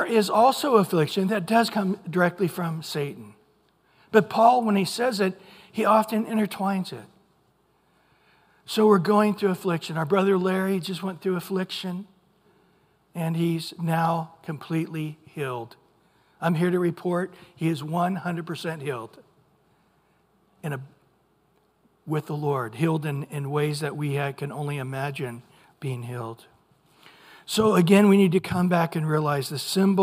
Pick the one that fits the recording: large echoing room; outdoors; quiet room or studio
large echoing room